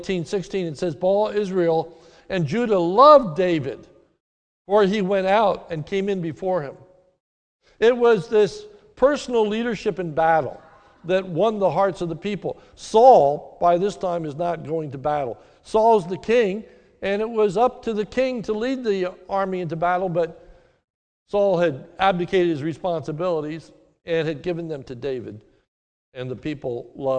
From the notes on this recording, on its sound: This sermon is recorded live at the Lebanon Bible Fellowship Church in Lebanon, PA during the morning service